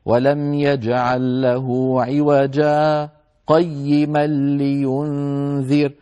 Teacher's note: بين عوجا وقيما يسكت بمعنى يقطع الصوت · Term: السكت